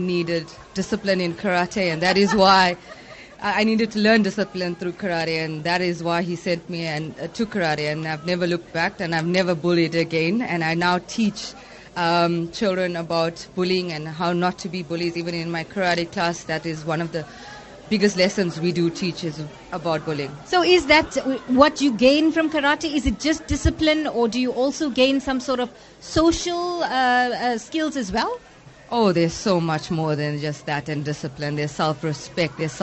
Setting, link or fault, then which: setting, busy venue